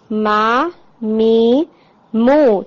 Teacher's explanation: बा के लिए थोड़ी शिद्दा ज्यादा होती है, स्ट्रांग हिट होता है, और मीम जो है वो मीडियम आ जाता है। मीम का हिट थोड़ा सा बा के कंपैरिजन में वीक हो जाता है · Term: तवसुत